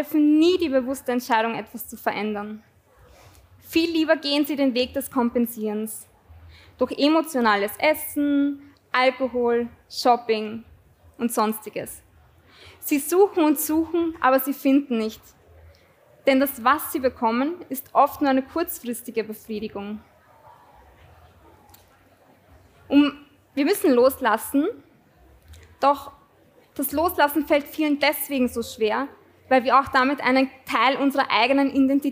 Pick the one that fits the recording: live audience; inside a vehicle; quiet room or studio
live audience